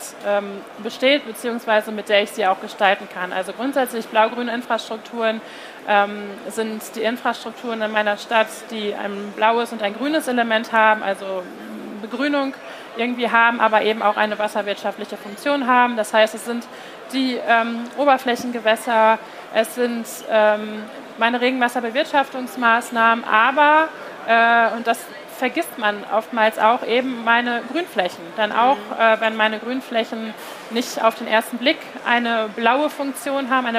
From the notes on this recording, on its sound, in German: Live-Podcast von der GaLaBau 2022. Podcastfolge war eine ganz besondere, denn diese wurde Live von unserem Messestand auf der GaLaBau 2022 aufgenommen.